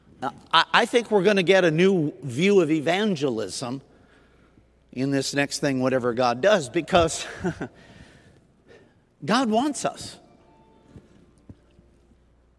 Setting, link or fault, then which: setting, large echoing room